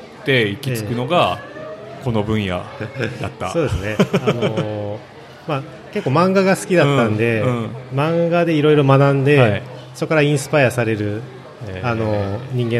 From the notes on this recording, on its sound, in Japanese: 楽しく公開収録。鳥取県倉吉市発。